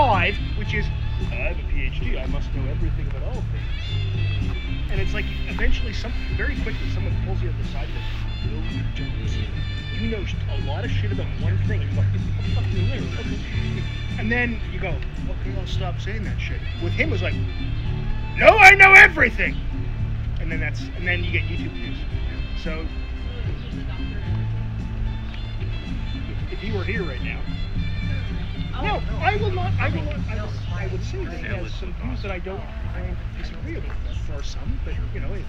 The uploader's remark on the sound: Live at the MMPR18 BBQ pt 2